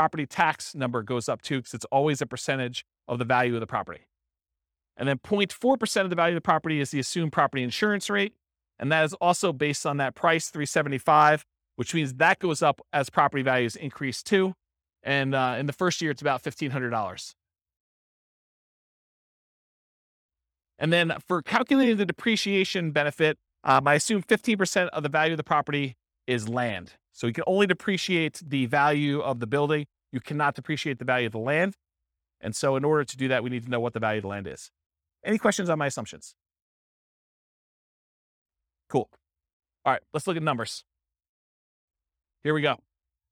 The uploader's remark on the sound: This was a live class recorded